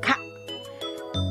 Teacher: ベロの奥に力を入れて軟口下位が持ち上がることで発音できるカ